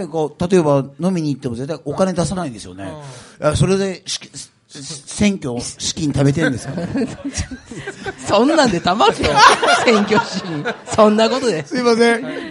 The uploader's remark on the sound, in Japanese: 寺子屋「練心庵」での公開収録です！